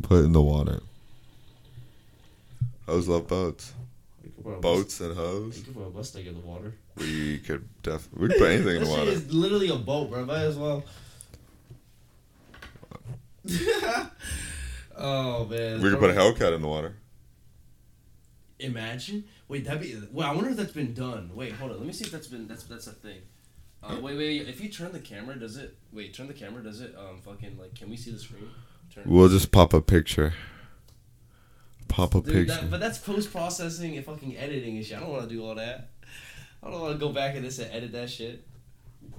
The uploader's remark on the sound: Bad audio quality, was testing things out